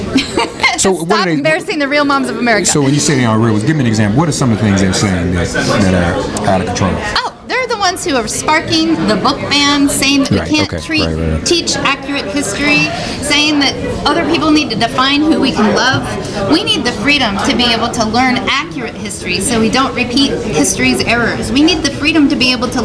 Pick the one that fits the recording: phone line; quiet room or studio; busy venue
busy venue